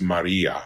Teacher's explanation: So the accent is on that penultimate syllable rather than on the first syllable.